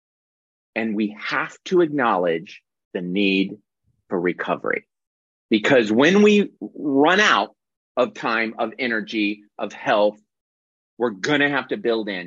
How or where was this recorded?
video call